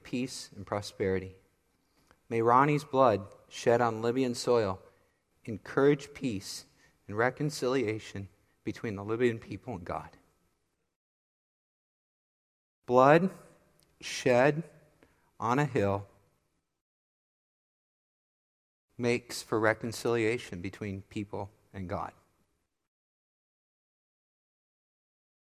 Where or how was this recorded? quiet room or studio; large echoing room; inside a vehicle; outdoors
large echoing room